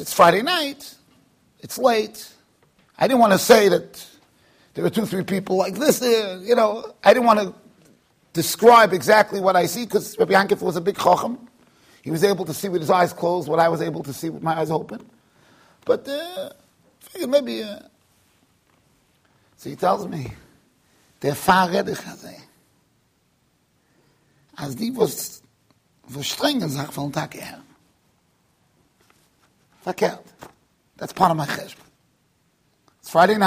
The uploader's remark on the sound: Shiur recorded in Yeshivas Ohr Reuven, Monsey NY.